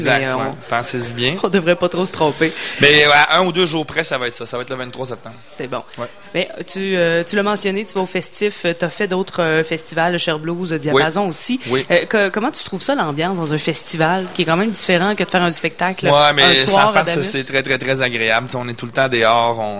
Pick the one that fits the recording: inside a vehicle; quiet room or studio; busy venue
busy venue